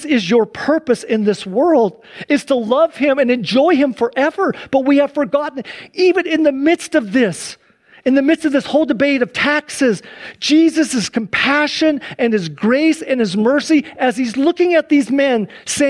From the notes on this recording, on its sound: Please enjoy this Sunday church service livestream